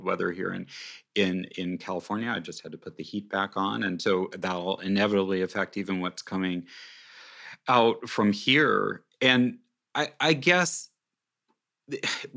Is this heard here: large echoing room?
no